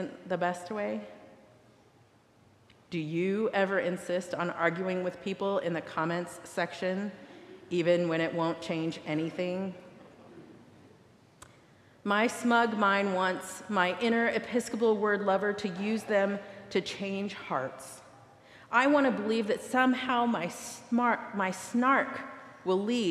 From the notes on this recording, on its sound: recorded live at the 10:00am service on Sunday, April 23rd, 2023.